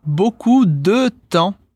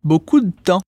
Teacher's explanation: C'est comme si on ne prononce pas le « de » entre beaucoup de temps. · Shown in: second take